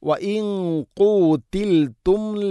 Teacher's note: ഇഖ്ഫാ ബിഗുന്ന അവ്യക്തമാക്കി ഉച്ചരിക്കണം, നൂനിനെ അവ്യക്തമാക്കി ഉച്ചരിക്കണം. ഖാഫ് സ്വരഭാരത്തിൽ ഉച്ചരിക്കേണ്ട അക്ഷരമാണ്, ഗുന്നയും ശ്രദ്ധിക്കണം.